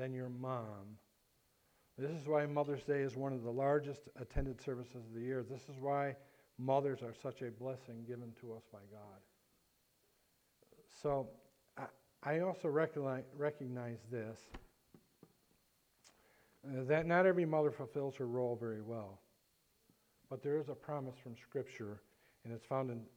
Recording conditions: large echoing room